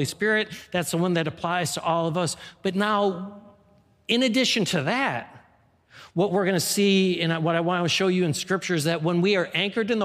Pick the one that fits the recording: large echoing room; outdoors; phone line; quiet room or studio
large echoing room